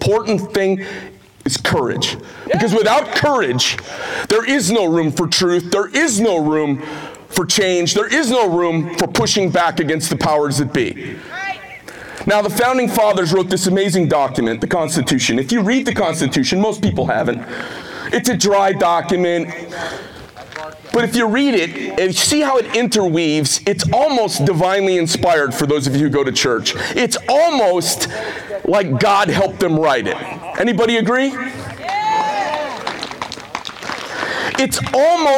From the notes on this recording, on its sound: Rally on the Border in Sierra Vista, Arizona. A Keynote speech at the 1st and 2nd Amendment Rally on the Arizona Border.